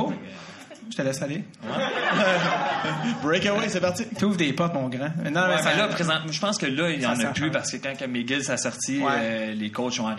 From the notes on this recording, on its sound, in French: On vous présente ici le 2e épisode enregistré devant public en juillet 2017 dans le cadre du Zoofest!